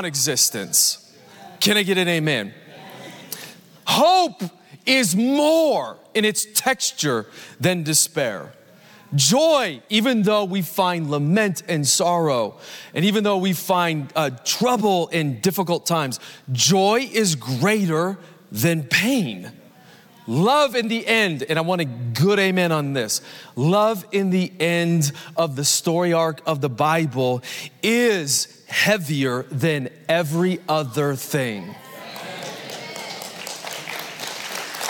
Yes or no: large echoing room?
yes